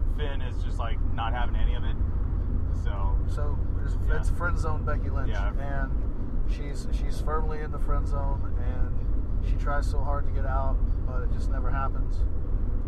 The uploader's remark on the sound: Torn Quadcast Road Trip. We recorded it on our way to San Antonio for Evolve 77 and NXT Takeover: San Antonio, so mind the background noise.